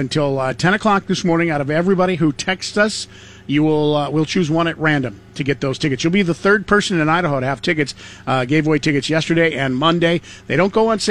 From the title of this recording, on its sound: LIVE from the TOY DRIVE